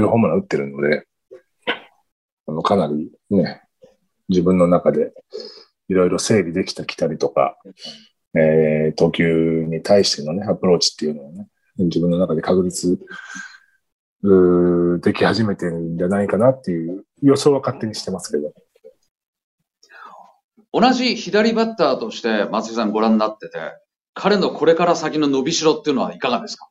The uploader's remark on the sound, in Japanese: ニューヨークと結び、リモート収録で行われ。